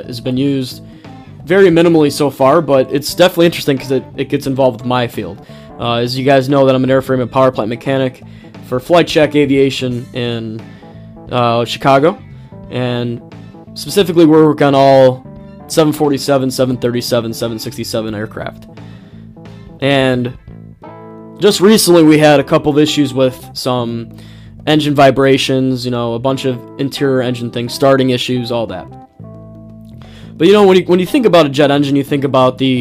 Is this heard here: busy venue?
no